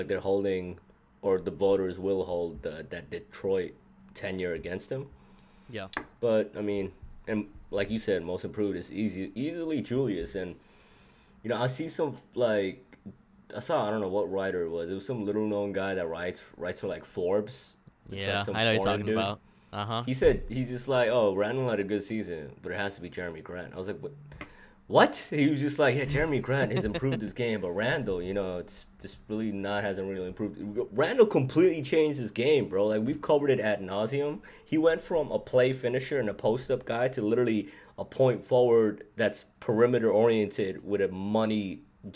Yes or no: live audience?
no